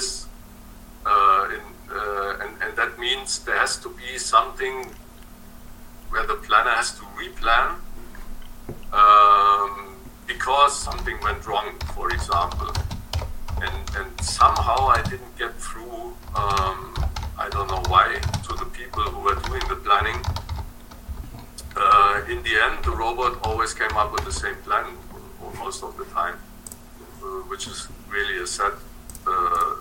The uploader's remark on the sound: Test - sound recorded. Meeting sound - not clear.